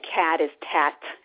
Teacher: fronting, where kids aren't using those back sounds of K and G, and they like to use the T